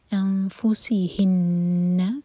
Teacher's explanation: سین پر وسل والا ساؤنڈ